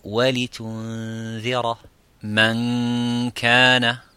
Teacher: la runa sera également muraqqaqa, non emphatique